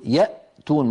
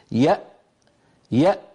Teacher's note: فنجد بأن الوترين الصوتيين ينقفلان · Term: همزة ساكنة